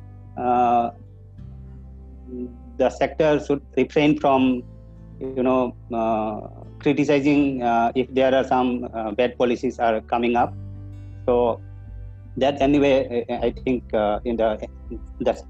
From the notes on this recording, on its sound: A series of interactive session over zoom.